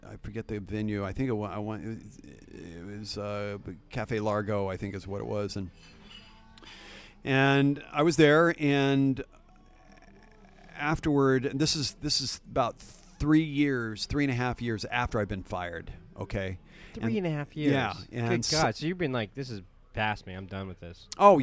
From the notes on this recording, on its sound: RECORDING LOCALE Highland Stillhouse 201 S. 2nd Street Oregon City, OR 97045.